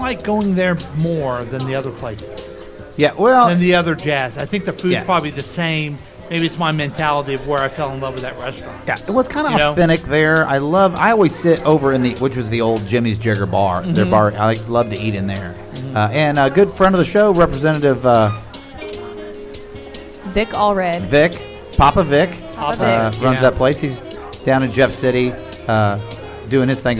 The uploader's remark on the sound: Live from The Lakewood Local.